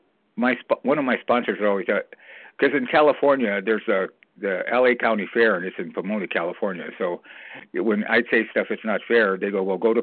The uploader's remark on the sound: from the 100 Pounders Phone Meeting, 1/27/23